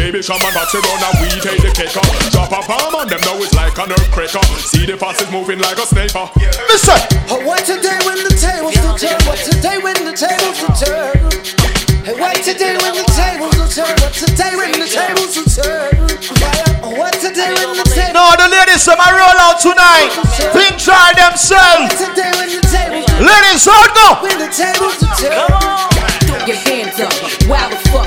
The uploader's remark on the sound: WE BACK OUTSIDE DANCEHALL HIP HOP & SOCA XXXPLOSION AT CALLALOO CAFE BAR &GRILL CLEVELAND OHIO.